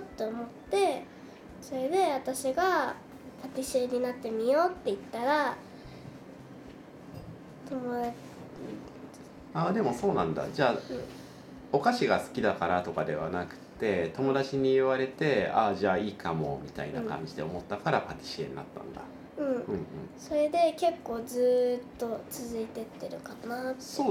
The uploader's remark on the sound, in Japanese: 子どもとの3人収録。